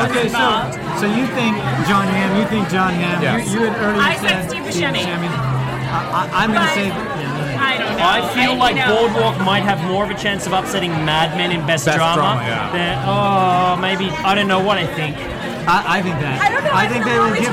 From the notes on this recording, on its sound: broadcast live from the Kari Feinstein Emmy’s Style Lounge gifting suite from the world famous Mondrian Hotel on Sunset Blvd in Los